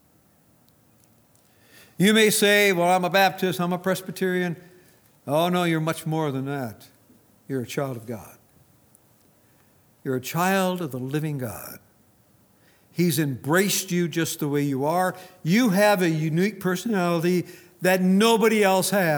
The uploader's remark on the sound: Recorded on November 24, 2019, at Grace Bible Fellowship in Front Royal, VA.